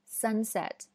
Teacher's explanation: 其实它的重音是在前面的